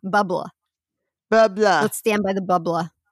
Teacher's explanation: say it with a broad Boston accent, turning the R into an ah